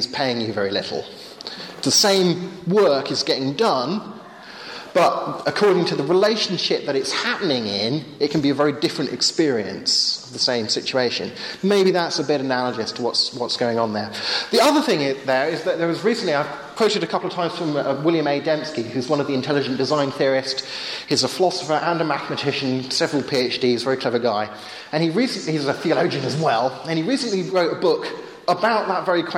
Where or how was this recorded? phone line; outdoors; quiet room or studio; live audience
live audience